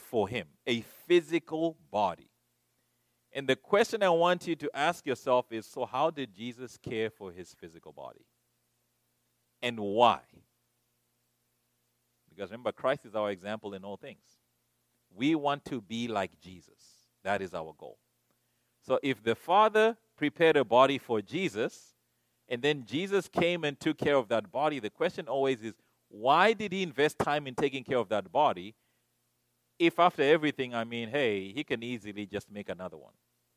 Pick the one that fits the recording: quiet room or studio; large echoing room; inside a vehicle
large echoing room